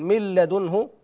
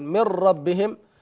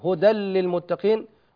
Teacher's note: تدغم النون الساكنة والتنوين في اللام والراء بعدهما بغير غنة · Term: لا بغنة